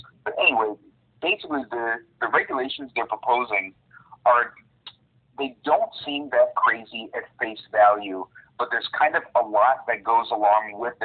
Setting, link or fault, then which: link, phone line